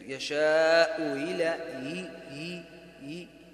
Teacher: تكون الهمزة خفيفة هي هكذا من غير تحقيق في مخرجها من الحلق · Term: تسهيل